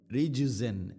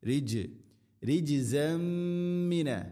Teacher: റിജ് ജീമിനെ ഖൽഖല ചെയ്യണം, ശരിക്കും അത് കേൾക്കണം, റിജ് റിജിസമ്മിന, തൻവീനു ശേഷം മീമ് ഇദ്ഗാം ബിഗുന്ന, തൻവീനിനെ മീമിലേക്ക് ഇദ്ഗാം ചെയ്ത് അഥവാ കൂട്ടി ലയിപ്പിച്ച് മണിച്ചുകൊണ്ട് ഉച്ചരിക്കണം.